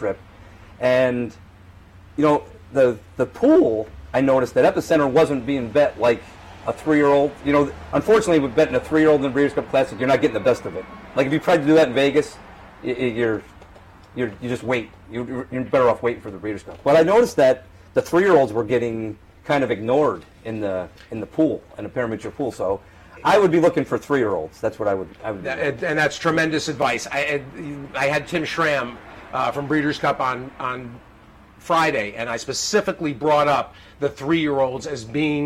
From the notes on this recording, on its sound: live from Saratoga Race Course